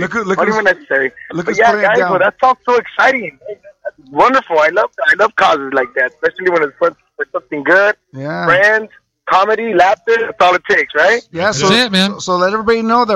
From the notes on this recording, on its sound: Phone calls, dedications, and shout outs!